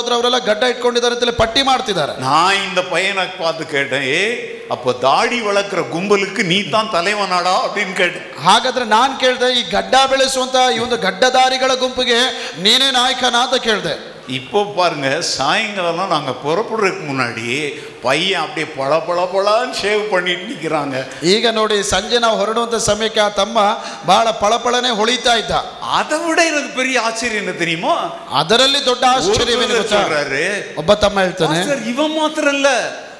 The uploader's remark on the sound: Preached at Full Gospel Church, Jalahalli. On the occasion of the Church's 55th anniversary.